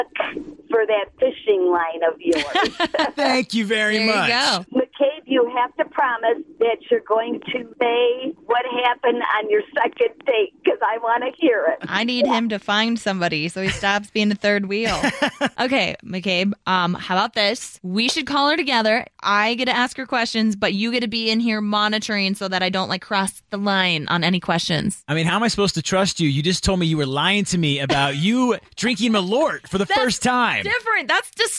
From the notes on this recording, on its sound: got her on the phone